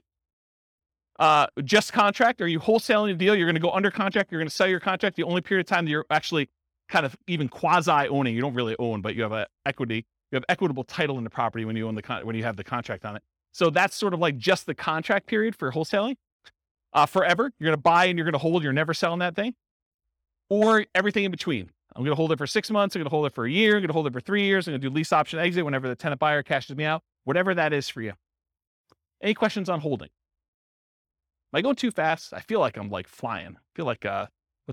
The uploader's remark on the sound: This was a live class recorded